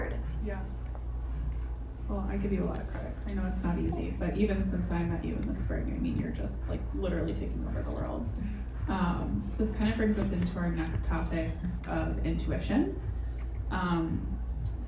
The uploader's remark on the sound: We are coming to you live from our in person podcast at Soho House, recorded in Chicago. I wanted to share a vast array of views on this panel.